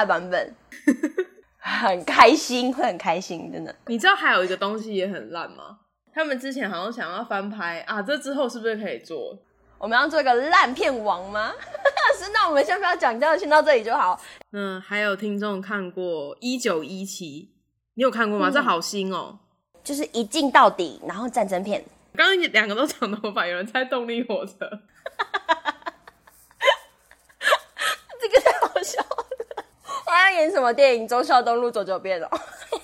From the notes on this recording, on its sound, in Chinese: 直播節目會有一些現場音或不可抗力干擾請大家原諒我們QQ。這集是之前錄的，有些聲音銜接還是挺明顯的。目前是在Wave語音直播平台播出。